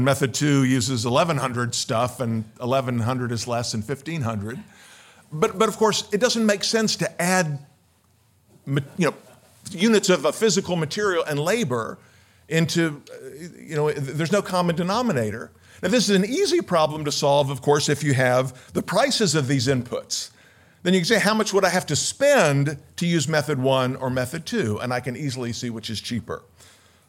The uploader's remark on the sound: Recorded at the Mises Institute Supporters Summit in Auburn, Alabama, 12-14 October 2023.